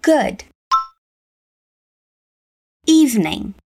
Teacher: Good evening nós falamos de forma natural, nós vamos juntar essas duas palavrinhas